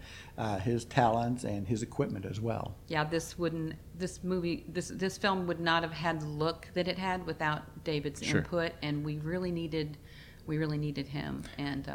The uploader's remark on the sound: Unfortunately we had a bit of trouble with audio levels in this one. Certain parts are a bit lower than others.